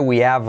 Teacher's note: de nuevo saltamos la H